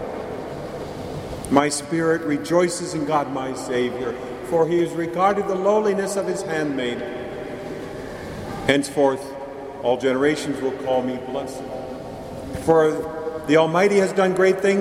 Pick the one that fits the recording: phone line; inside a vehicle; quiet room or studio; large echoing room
large echoing room